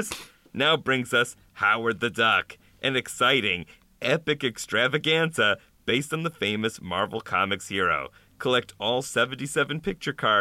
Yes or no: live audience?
no